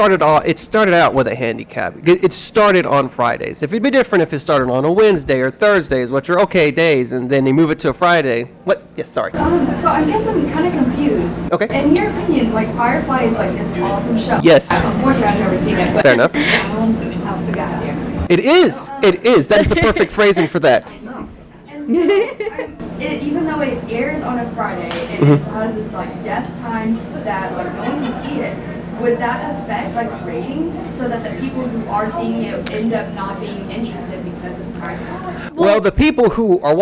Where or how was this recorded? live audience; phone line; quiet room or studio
live audience